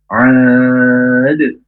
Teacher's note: Nah, di sini baru mantul. Pantulannya harus cepat karena huruf dalnya itu tidak ada tasdid. Nah, kalau ada tasdidnya baru ada tahanan, ya.